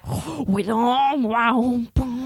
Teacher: Scott Stapp is more nasal and breathy. He's like, wow.